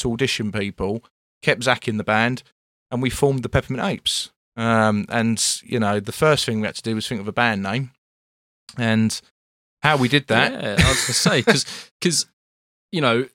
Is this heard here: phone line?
no